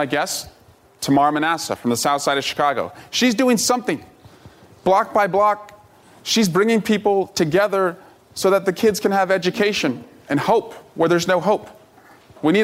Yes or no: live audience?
yes